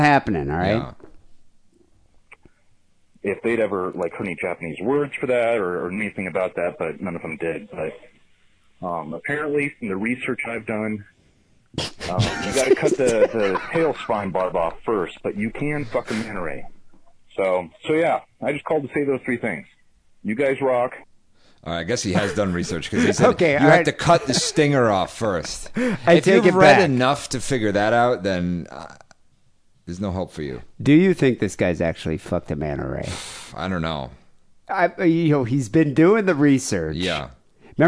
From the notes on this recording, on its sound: Phone calls.